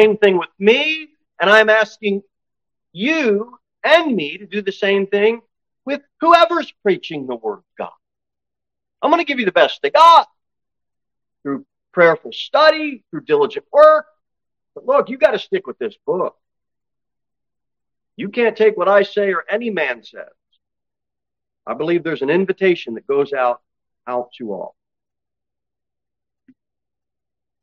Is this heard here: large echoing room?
yes